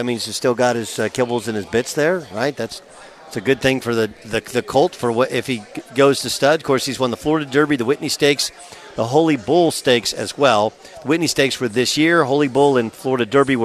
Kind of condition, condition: setting, busy venue